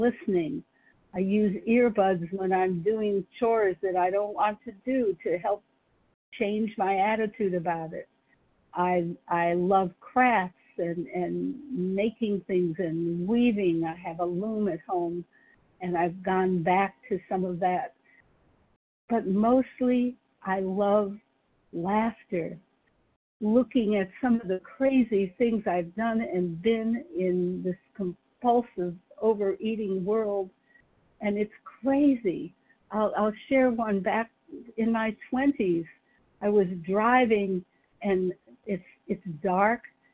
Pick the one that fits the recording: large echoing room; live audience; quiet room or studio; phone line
phone line